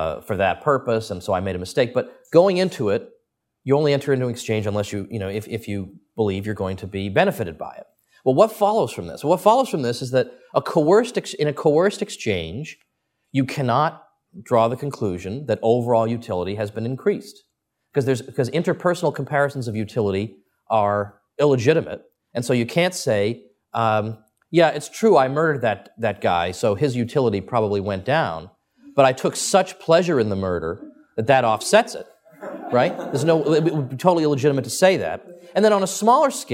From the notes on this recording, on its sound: Recorded at Mises University 2010.